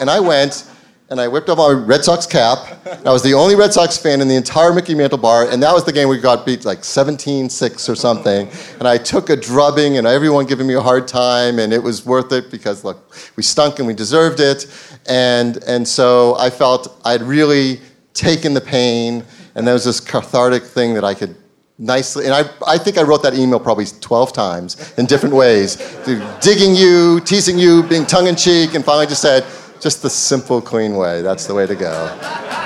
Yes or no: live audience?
yes